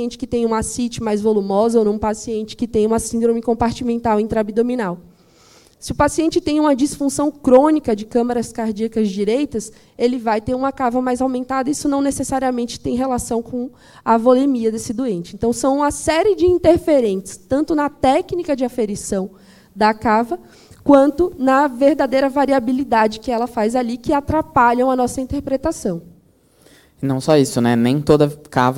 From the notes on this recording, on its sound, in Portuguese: Gravado ao vivo no Congresso de Emergência USP.